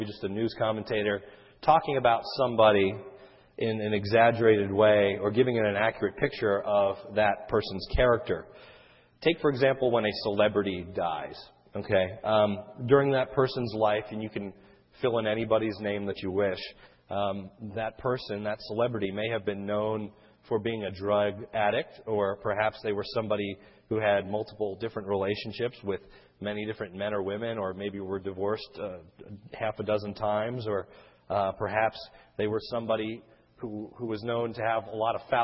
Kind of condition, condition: setting, large echoing room